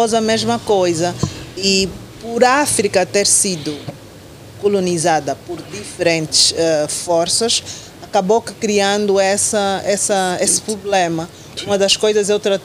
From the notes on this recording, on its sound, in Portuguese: Neste um episódio especial, gravado no terraço de um prédio nos Combatentes.